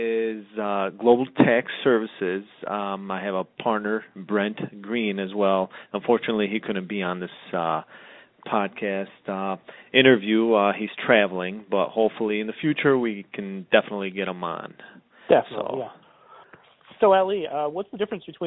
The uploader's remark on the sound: have a phone call where we answer listener questions.